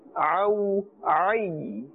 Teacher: Remember, ayn, the makhraj is from the center of the throat.